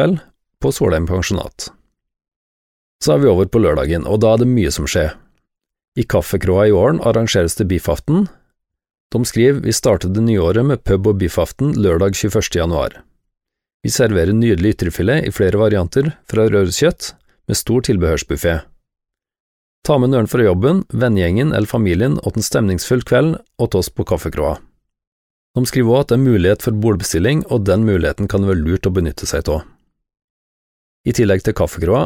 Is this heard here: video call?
no